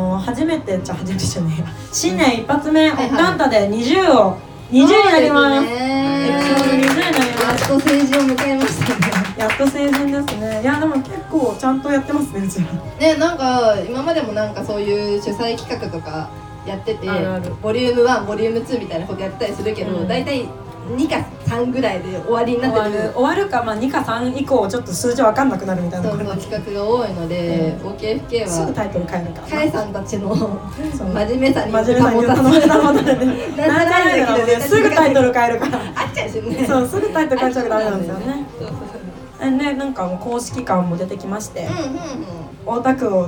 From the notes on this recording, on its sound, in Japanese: OKFK で公開録音しました